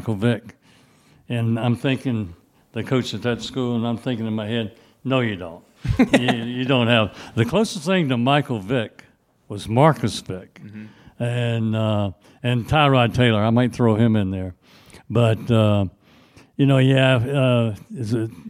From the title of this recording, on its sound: Live from the University Club at Virginia Tech